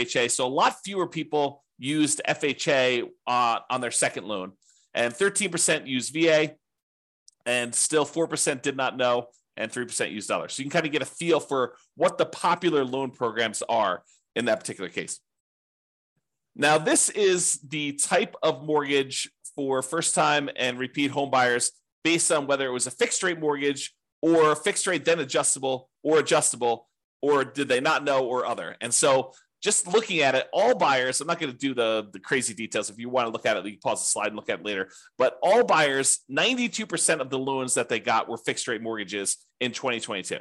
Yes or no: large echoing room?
no